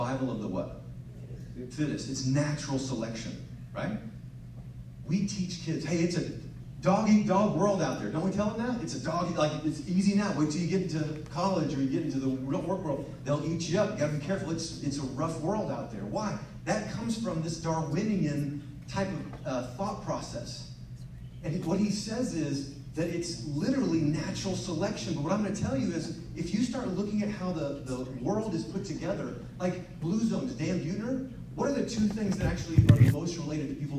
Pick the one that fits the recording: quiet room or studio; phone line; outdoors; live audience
live audience